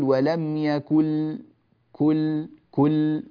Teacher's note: لاحظوا من كاف إلى لام والنون غير موجودة تماما، ولا يوجد أثر في الأنف كذلك، أسد الأنف لا تجدون أثرا. · Term: الإدغام بغير غنة